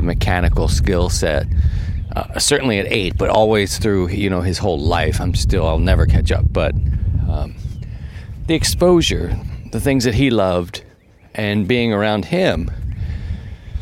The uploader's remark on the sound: On this episode, we’re back outside. As the weather breaks, 50 MPH winds came through this part of Missouri.